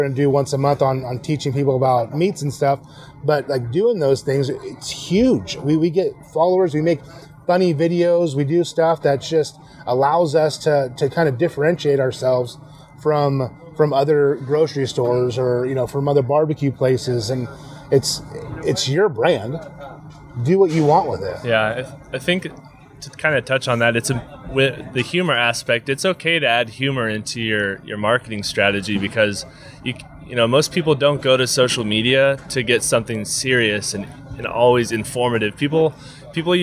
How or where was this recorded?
busy venue